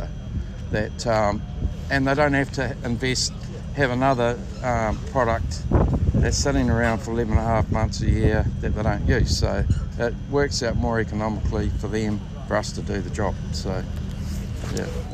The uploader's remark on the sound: Live from the South Island Ag Field Days